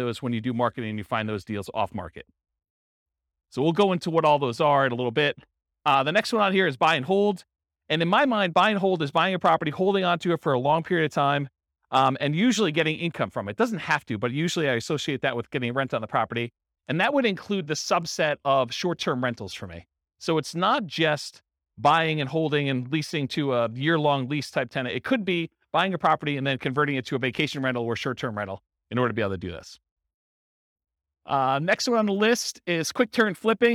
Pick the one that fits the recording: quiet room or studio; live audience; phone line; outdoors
live audience